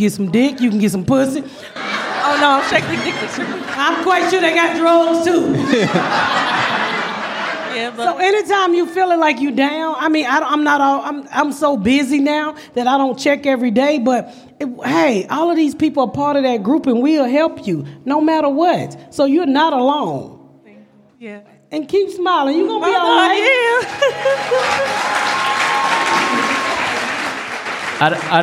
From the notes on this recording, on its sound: Live from The Second Annual Crack Baby Party.